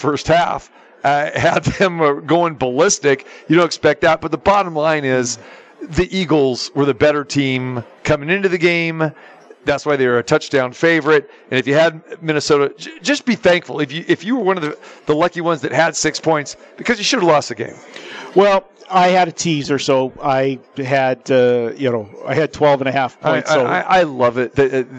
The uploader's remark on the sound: Live from Super Book at the Westgate Las Vegas